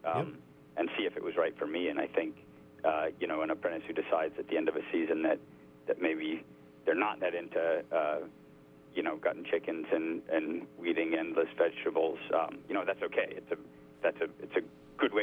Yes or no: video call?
no